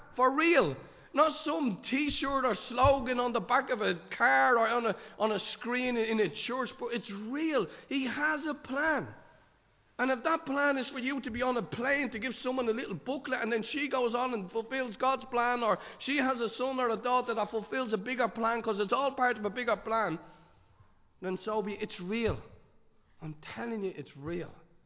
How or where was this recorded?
large echoing room